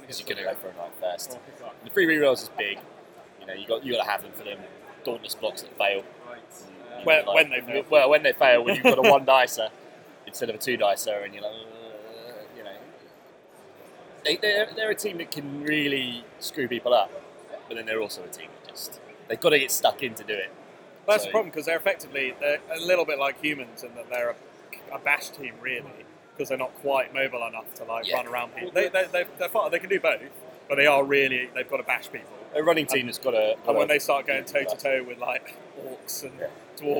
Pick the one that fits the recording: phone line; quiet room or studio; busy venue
busy venue